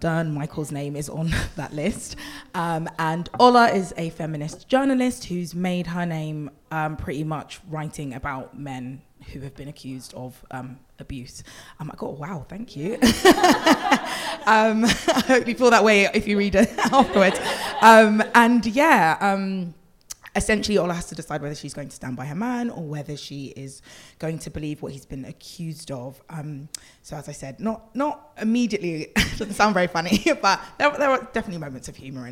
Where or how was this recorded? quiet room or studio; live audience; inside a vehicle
live audience